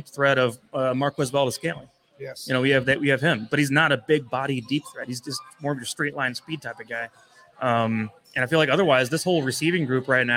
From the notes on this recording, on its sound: Chiefs Draft Buzz LIVE at Limitless Brewery.